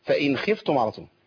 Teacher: فإن بص بص اما الاقي النون عليها علامه السكون اللي هي راس الحاء ديت اعرف على طول ان النون دي مظهره مفيش عندي غنه